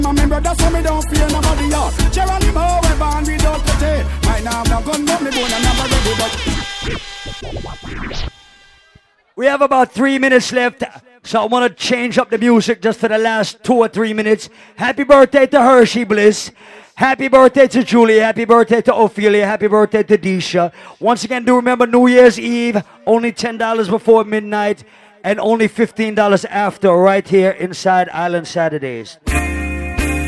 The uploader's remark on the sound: LIVE AT ISLAND SATURDAYS ON DEC 17TH